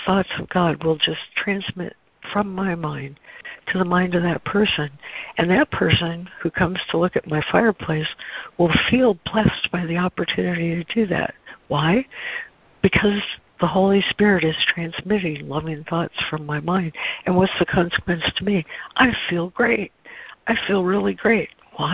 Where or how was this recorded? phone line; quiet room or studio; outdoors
phone line